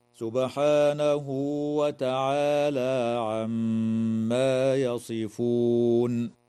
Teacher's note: تقلقل الباء في كلمة سبحانه وتغن الميم في كلمة عما